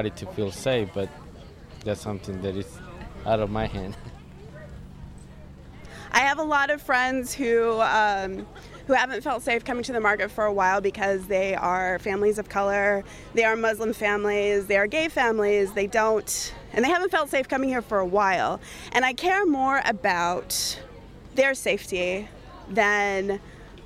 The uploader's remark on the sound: caught up with shoppers and vendors at the Tuesday farmers market in Bloomington